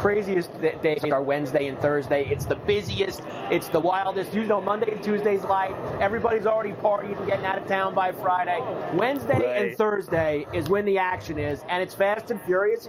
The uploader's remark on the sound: Live From Radio Row in Las Vegas!